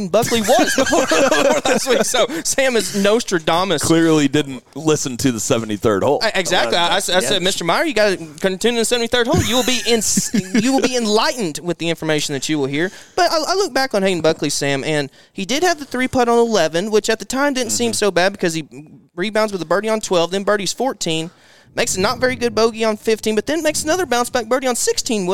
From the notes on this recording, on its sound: LIVE FROM JIMMIE AUSTIN!